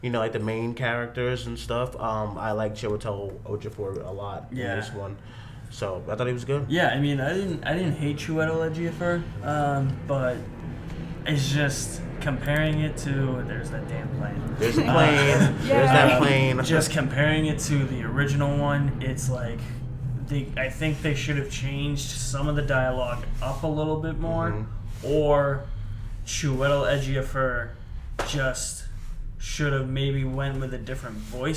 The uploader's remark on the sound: We are live from San Diego Comic Con